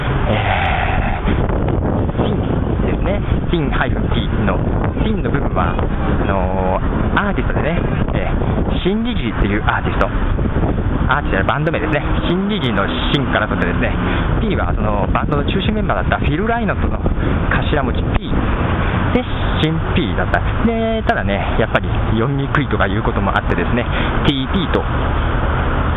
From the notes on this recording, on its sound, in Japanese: お互い、iPodとiTalkを持っているんで録音してお互いのポッドキャストで流すことにしていたんですが。さて、今回はいつもの名古屋からではなく、東京の青山通りを歩きながらの録音です。